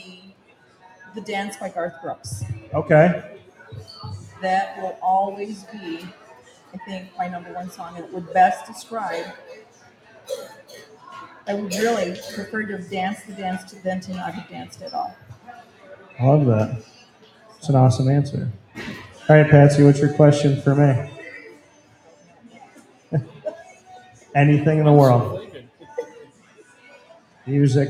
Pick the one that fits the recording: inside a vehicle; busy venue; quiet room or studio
busy venue